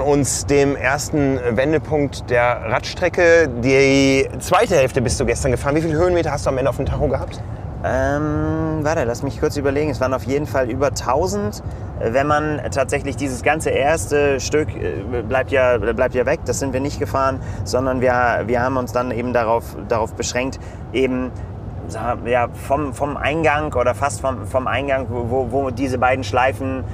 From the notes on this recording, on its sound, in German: Mit dem Auto durch die Wüste Utahs. Da müssen Zeitfenster effizient genutzt werden – zum Beispiel für eine Podcast-Aufnahme im Auto auf dem Weg zum Schwimmstart. Unsere Eindrücke, quasi live aus Utah.